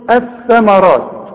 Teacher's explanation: الثاء الثمرات، اتحولت اللام الى ايه؟ الى ثاء، دخلت جوه ادغمت